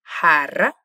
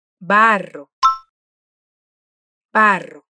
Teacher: fíjate en la pronunciación de la doble R, en las palabras jarra y barro. Nota que la pronunciación de esta letra es vibrante.